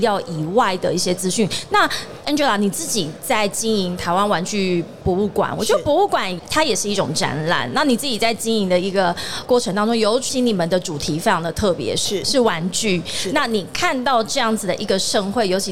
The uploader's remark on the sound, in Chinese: 2022 Taipei Cycle台北國際自行車展-Live Podcast